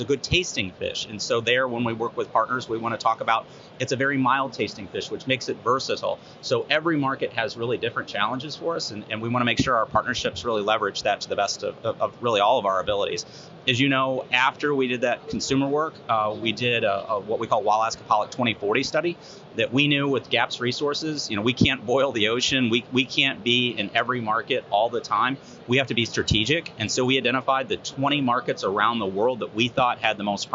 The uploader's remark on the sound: Live From Seafood Expo Global